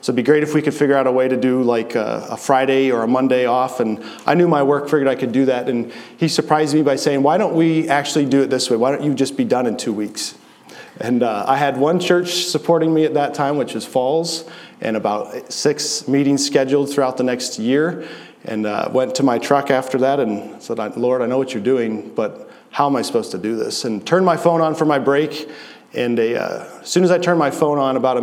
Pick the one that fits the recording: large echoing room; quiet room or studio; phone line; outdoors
large echoing room